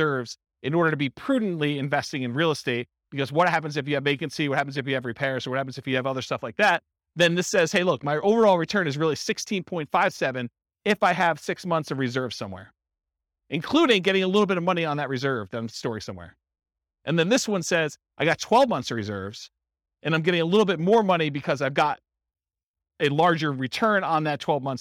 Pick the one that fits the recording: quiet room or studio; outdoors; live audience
live audience